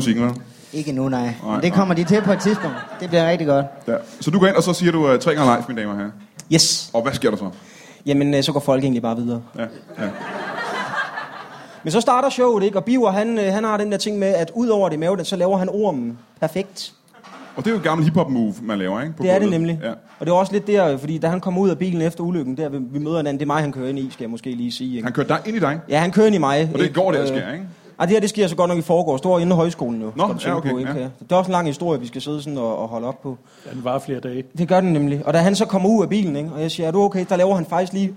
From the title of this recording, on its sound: Odense Spoken Word Festival Special LIVE